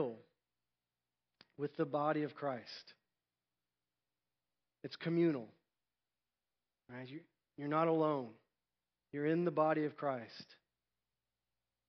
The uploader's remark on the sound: Recorded at North Village Church. Non-denominational church in Austin, TX.